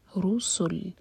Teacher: رو پر دومہ ہے، رو ہیوی پڑھا جائے گا. رسل، سین پر سیٹی والی آواز، لام پر رک رہے ہیں تو لام کو ساکن کریں گے.